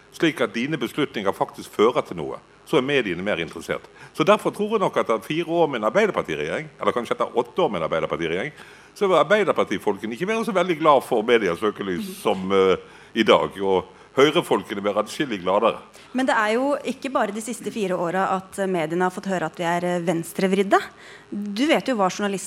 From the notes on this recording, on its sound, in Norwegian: Vi er midt i Bergen sentrum på Ole Bull scene - med et herlig bergenser-publikum.